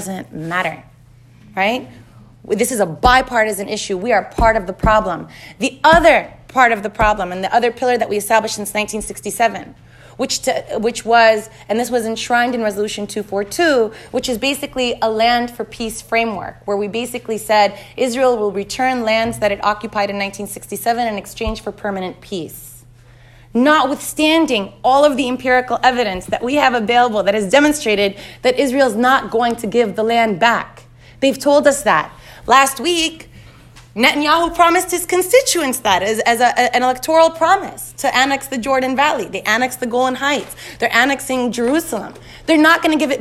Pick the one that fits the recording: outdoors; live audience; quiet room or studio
live audience